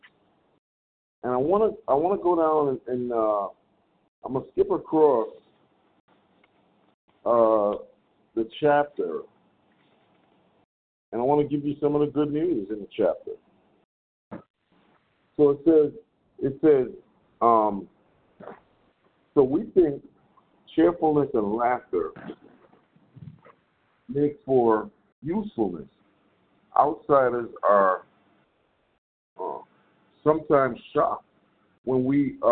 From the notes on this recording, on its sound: from the 100 Pounders Phone Meeting, 6/13/23